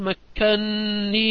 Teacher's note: الكلمة الثانية مكنني، من قوله تعالى: قال ما مكنني فيه ربي بالكهف، فإن أصلها مكنني بنونين، وقد قرأ حفص بإدغام النون الأولى في الثانية